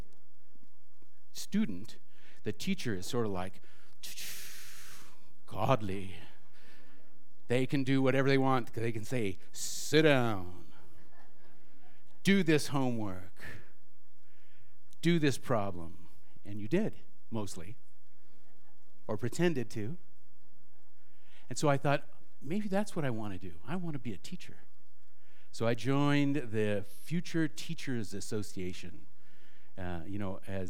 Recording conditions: live audience